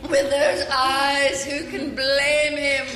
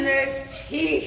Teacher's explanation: some of the words, like the syllables, get drawn out, like the way you say eyes, blame, even teeth in this clip.